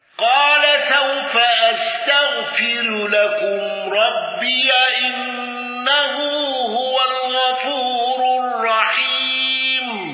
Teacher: الأزرق بترقيق الراء المضمومة وفتح ياء الإضافة